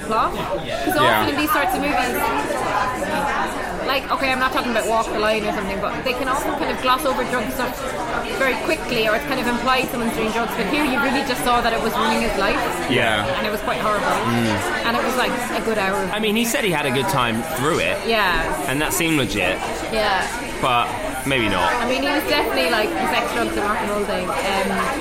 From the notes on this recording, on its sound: Apologies for the poor audio quality on this one, the bar was unexpectedly busy.